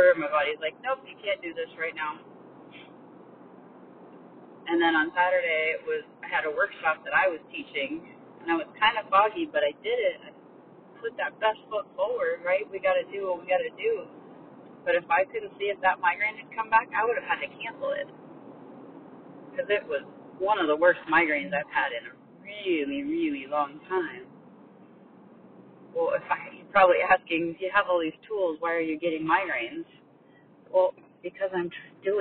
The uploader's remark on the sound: the sound quality is not the best because I needed to record this while I was driving